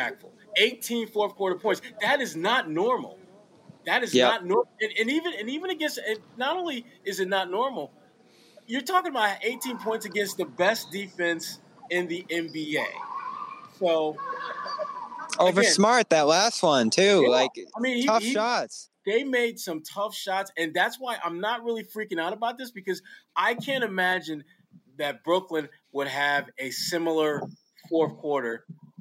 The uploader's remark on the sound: LIVE from TD Garden